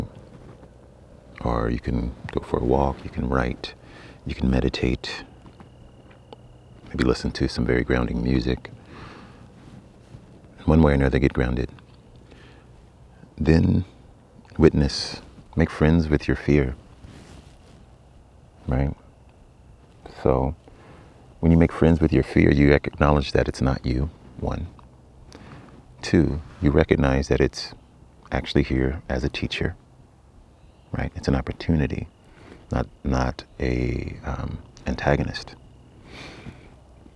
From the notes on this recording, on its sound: This recording is an edited version of an Instagram live stream